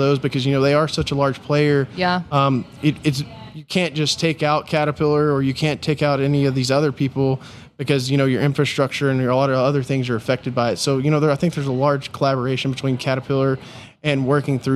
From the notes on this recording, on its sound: During the PBIOS conference